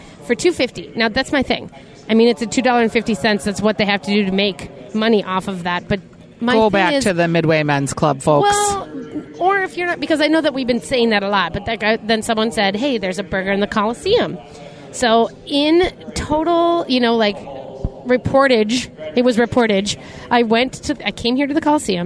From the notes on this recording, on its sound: From the Minnesota State Fair. Live from the Coliseum giving us live commentary of award-winning cows!